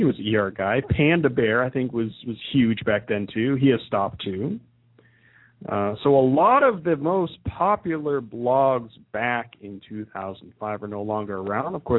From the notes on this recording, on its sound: taking a couple of phone calls